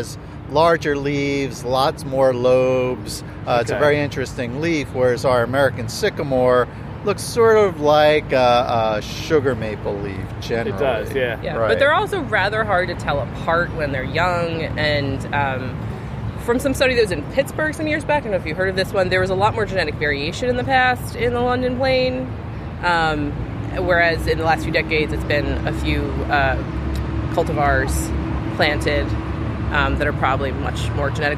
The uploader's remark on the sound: Recording outside on the Benjamin Franklin Parkway